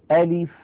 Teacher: لاحظوني ماذا أقول، ألف يعني أنطق همزة مفتوحة بعدها لام مكسورة بعدها فاء ساكنة